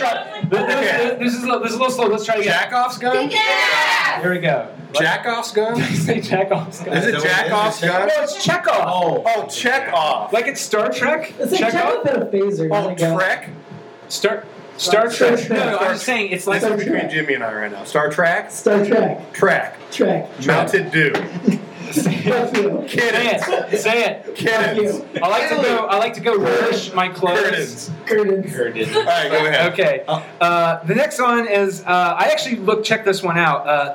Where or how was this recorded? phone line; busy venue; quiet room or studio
busy venue